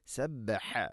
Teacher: حاء തൊണ്ടയുടെ മധ്യഭാഗമാണ് മഖ്റജ്